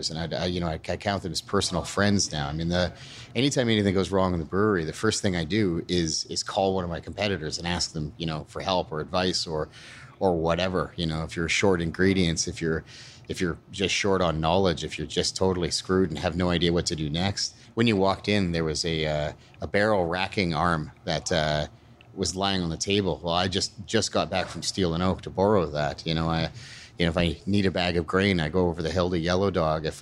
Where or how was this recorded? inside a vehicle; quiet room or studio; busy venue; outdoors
busy venue